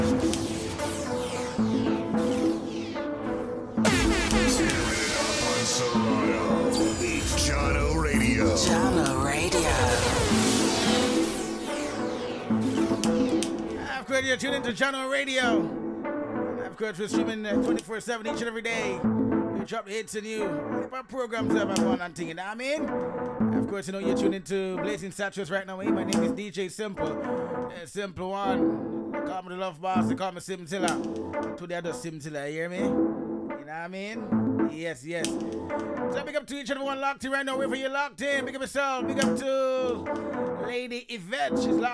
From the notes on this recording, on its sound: Live audio recording.